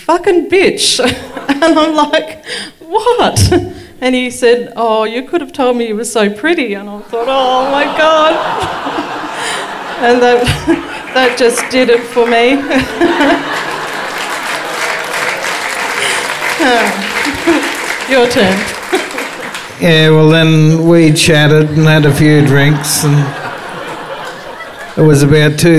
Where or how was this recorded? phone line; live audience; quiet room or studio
live audience